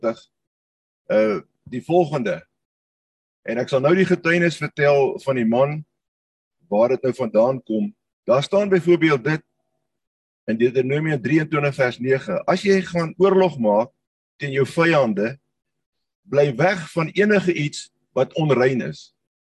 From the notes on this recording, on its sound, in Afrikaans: Manne van die Woord Zoom Byeenkoms 3 Mei 2022